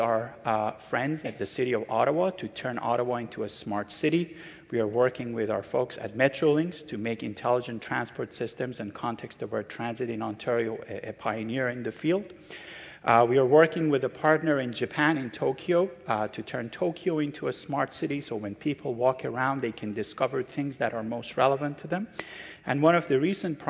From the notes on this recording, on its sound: The venue is the Mattamy Athletic Centre at the Gardens, Ryerson's new facility on Carlton Street, included in the ESPN list of Top 10 Most Historic Stadiums in North America.